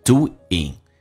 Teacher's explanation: Doing 一般后鼻音会说成前鼻音